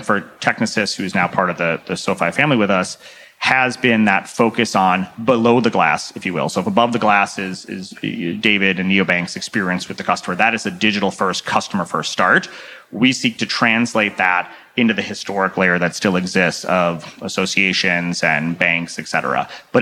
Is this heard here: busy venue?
yes